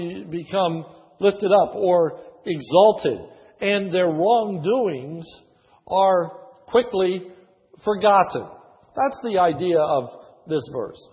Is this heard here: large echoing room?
yes